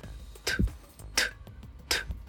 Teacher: то отсутствует работа голосовых связок, они не вибрируют, что означает, что это глухой звук.